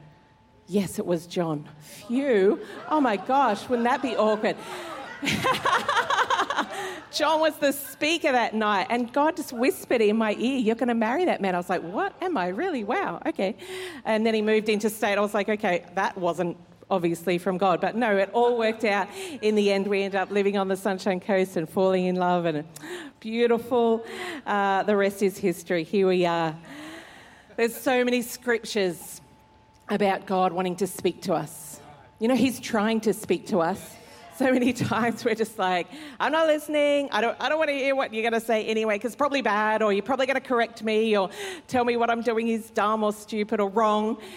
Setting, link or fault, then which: setting, live audience